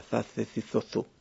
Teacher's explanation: no se pronuncia la S, digamos, dorsodental, sino que más bien es una especie de interdentalización, con la lengua plana · Term: el ceceo